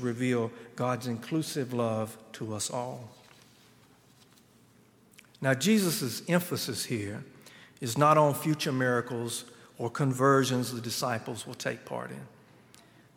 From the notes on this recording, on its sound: At Highland Baptist Church.